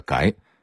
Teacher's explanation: 这音应该是改，声调是第二声阳平